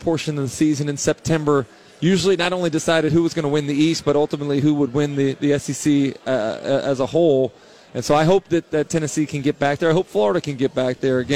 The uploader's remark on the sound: live from SEC Media Days